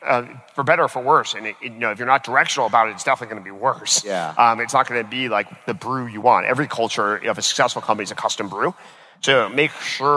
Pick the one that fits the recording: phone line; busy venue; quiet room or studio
busy venue